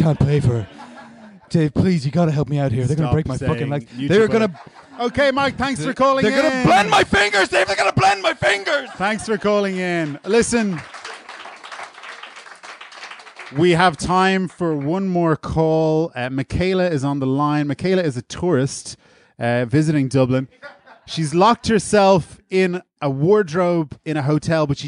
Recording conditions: live audience